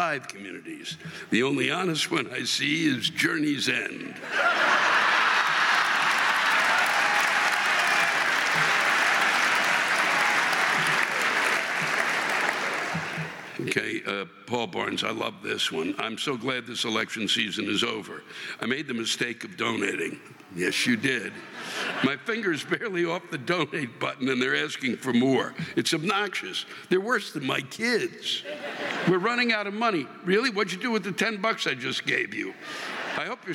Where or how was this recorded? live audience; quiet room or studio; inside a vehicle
live audience